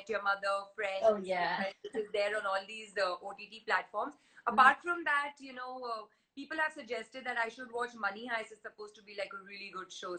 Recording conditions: video call